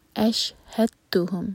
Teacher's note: ہا کے بعد جو دال ہے اس کو نہیں پڑھا جائے گا، سیدھا تا سے جوڑیں گے